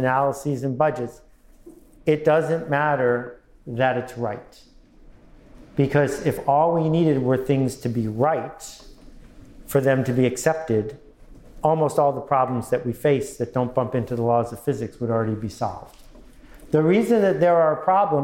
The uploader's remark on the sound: Live at the United Nations